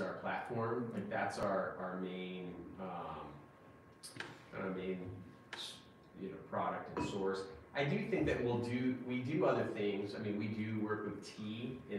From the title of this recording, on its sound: CHAPMAN UNIVERSITY LECTURE